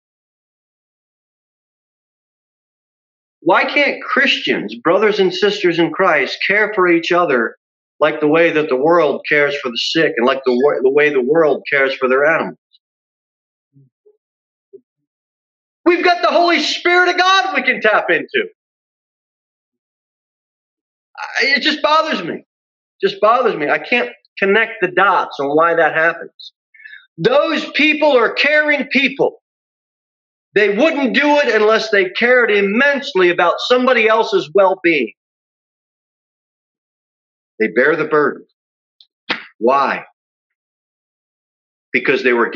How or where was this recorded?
large echoing room